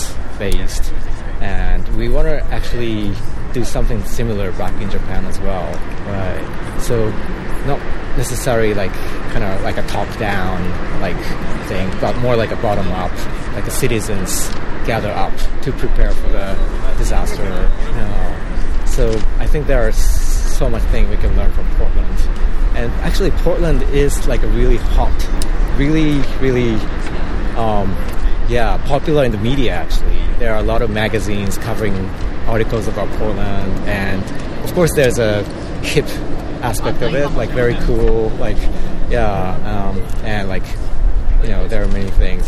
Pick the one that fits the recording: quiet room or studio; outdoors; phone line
outdoors